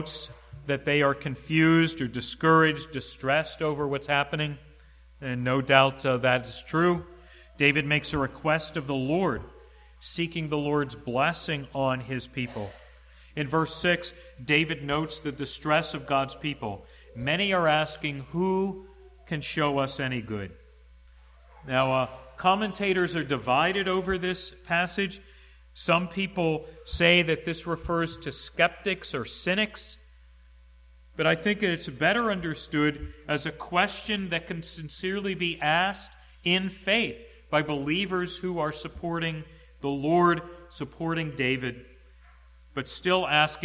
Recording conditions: large echoing room